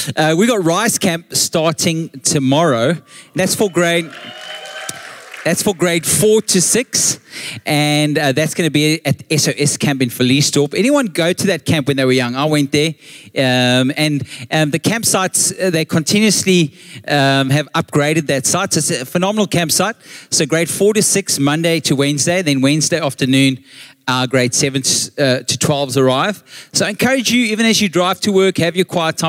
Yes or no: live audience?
yes